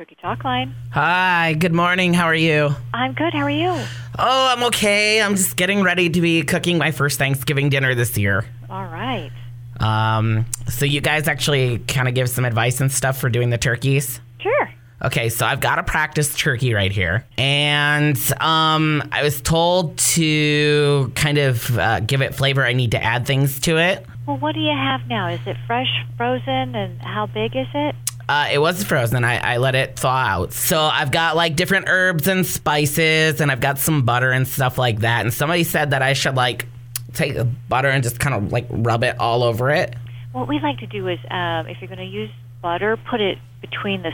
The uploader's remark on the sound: I opened up the phone lines to have people call